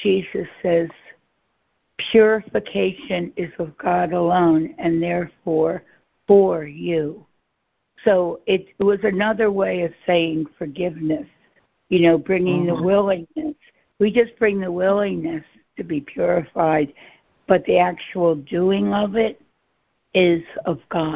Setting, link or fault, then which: link, phone line